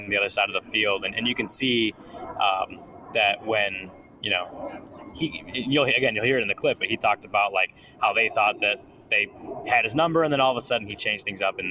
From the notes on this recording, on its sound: Joins the show live from Sloan Park in Arizona with interviews and the latest info.